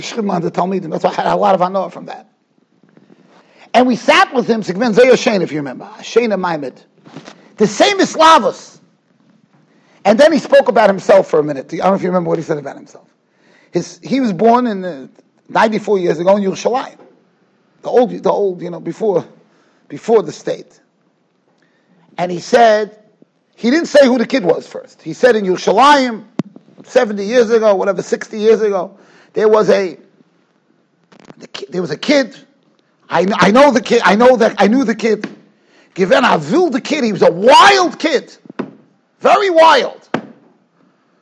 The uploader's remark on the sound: Shiur recorded in Yeshivas Ohr Reuven, Monsey, NY.